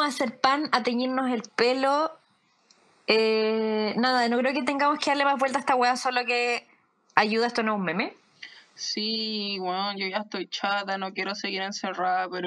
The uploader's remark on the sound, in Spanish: Tengan paciencia con el audio porque nos jugó mala pasada